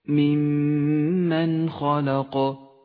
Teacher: النون الساكنة تظهر إذا جاء بعدها حرف الخاء من غير غنة أو تشديد